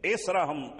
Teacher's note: الهمزة مكسورة بعد الهمزة المكسورة صاد ساكن بعده راء، فإصراهم الراء مفخم، الراء مفخم، هذا التفخيم هو أسهل على اللسان، من لو إذا رققنا الراء فاللسان يصعب عليه أن ينتقل من التفخيم إلى الترقيق.